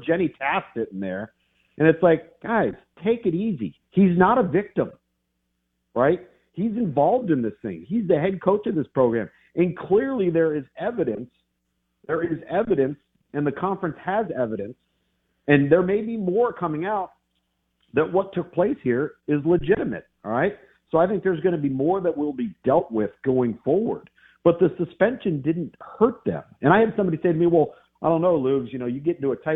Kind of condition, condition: link, phone line